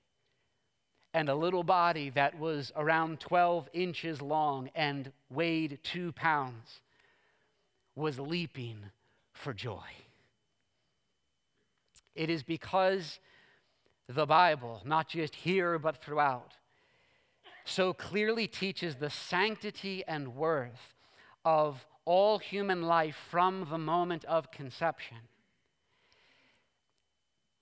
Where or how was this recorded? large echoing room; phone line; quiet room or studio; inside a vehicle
large echoing room